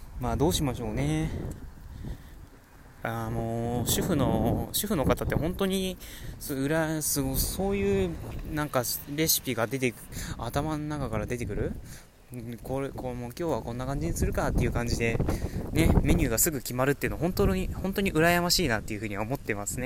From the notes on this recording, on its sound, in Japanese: (爆音注意)。本収録した帰り道、強風の中ふつうにしゃべります。